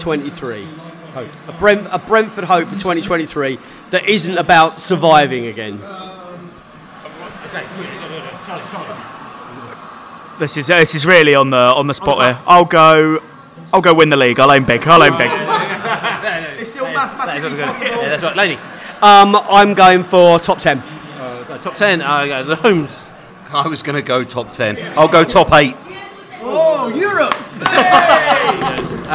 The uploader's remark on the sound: The 'Football is Back' Pod From the Pub. A much-celebrated return to The Globe pub to record the latest podcast - old skool style.